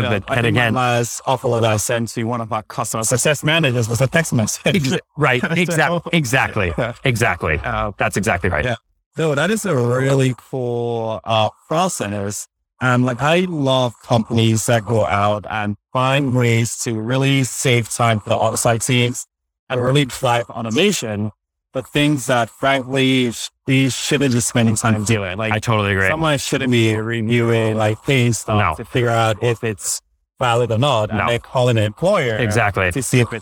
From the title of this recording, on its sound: LIVE at Optech